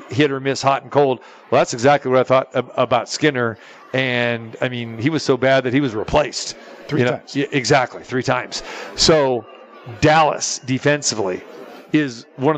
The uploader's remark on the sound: Live From The Super Book at the Westgate Las Vegas